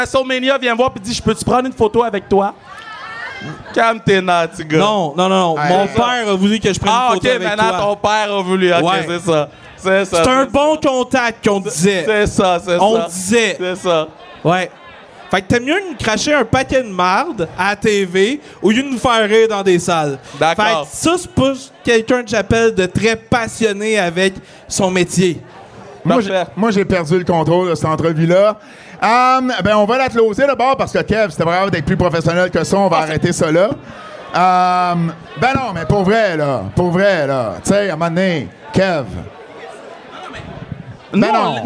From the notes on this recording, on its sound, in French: Enregistrent un épisode spécial devant public à Gatineau, tout juste avant un spectacle de Lutte 07, dans le cadre du Festival de la Radio Numérique.